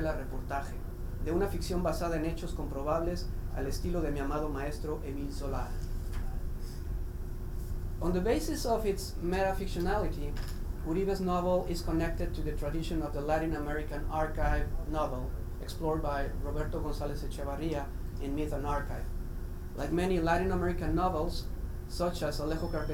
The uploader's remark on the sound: Lecture sponsored by Romance Languages & Literature.